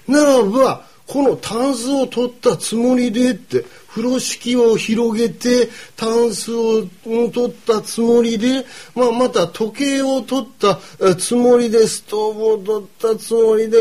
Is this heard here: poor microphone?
no